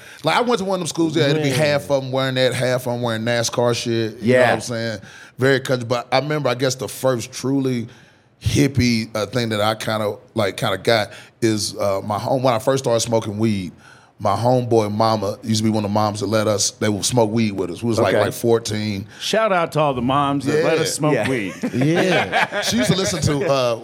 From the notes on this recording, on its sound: live from the Vail Comedy Festival